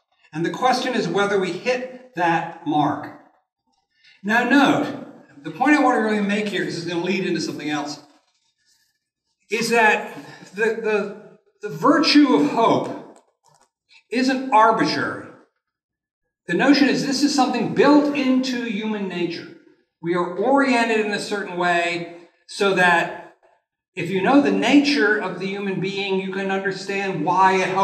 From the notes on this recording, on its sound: This lecture was given on March 29th, 2023 at the University of Nebraska at Lincoln.